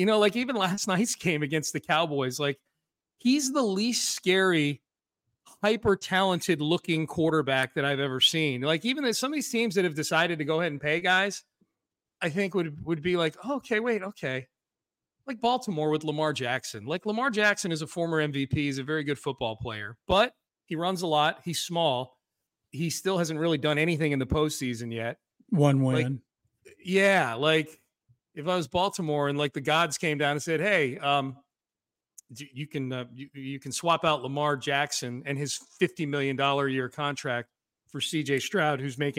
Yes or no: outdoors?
no